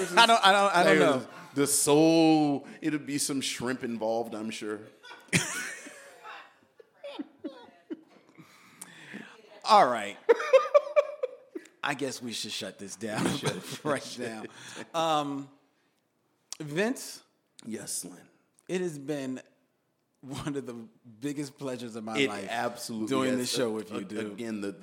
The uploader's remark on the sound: a special live presentation at Philadelphia's World Cafe Live